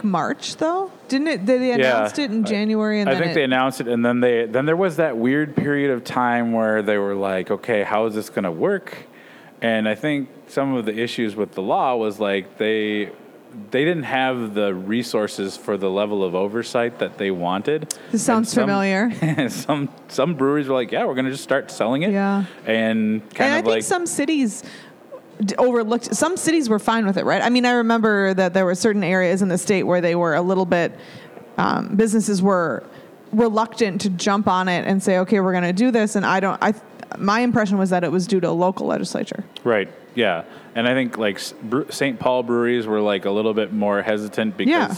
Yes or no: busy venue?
yes